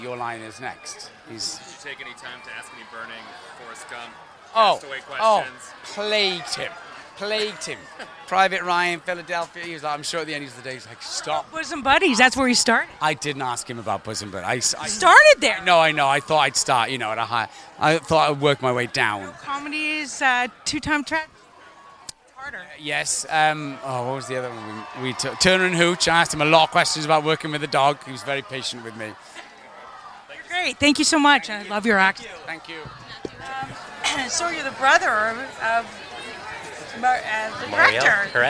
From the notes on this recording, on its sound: shot Live-on-Location at their TIFF red carpet premiere